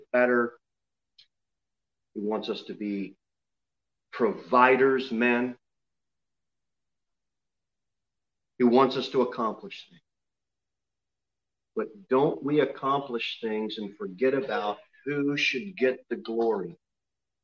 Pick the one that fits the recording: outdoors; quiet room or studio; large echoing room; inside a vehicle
large echoing room